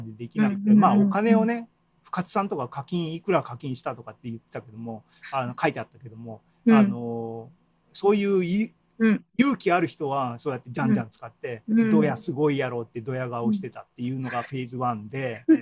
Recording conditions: video call